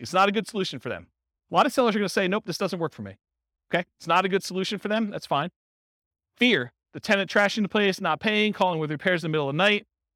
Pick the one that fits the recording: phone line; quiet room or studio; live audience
live audience